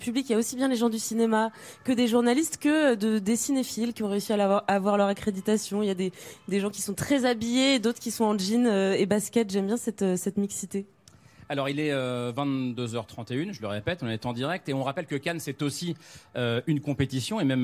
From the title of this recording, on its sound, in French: en direct du Festival de Cannes